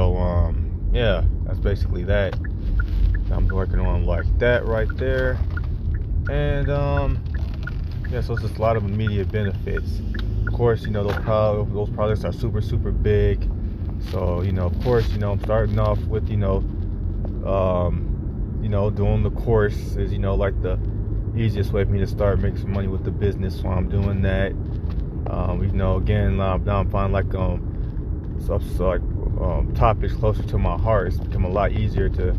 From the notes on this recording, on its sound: I am in the car on my way to a friend's house.